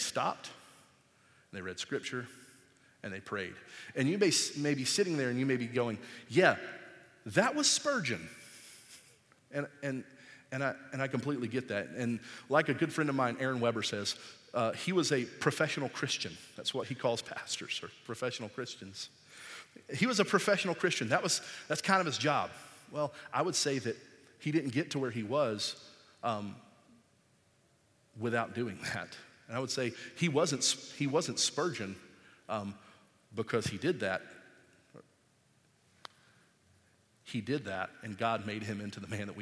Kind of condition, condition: setting, large echoing room